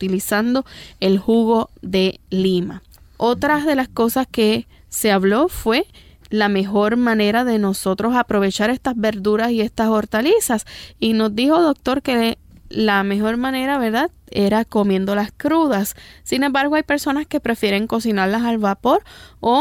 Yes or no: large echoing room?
no